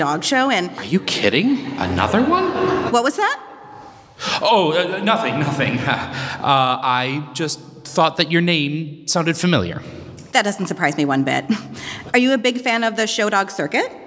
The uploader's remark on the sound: LIVE SHOW!